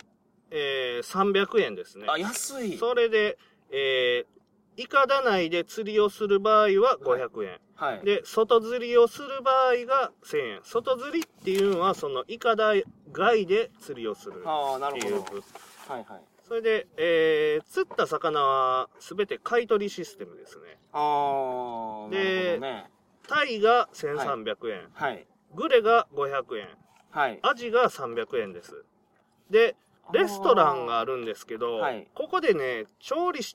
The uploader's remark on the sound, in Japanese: 高知県土佐市宇佐の中堤防で釣りをしながらの収録です。